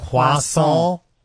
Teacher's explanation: R turns into W, so it's croissant